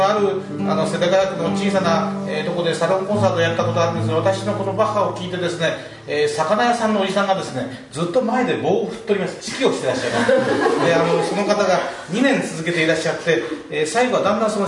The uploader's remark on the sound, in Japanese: コンサートの様子、お届けします。